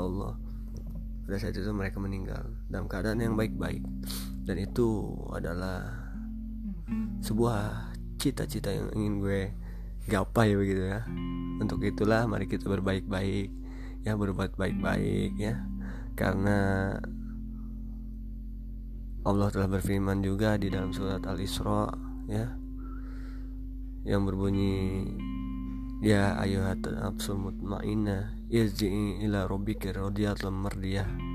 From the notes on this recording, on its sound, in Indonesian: Mohon maaf juga gw lagi flu sehingga ada suara2 yang mengganggu di telinga kalian. Karena gw record ini tanpa teks.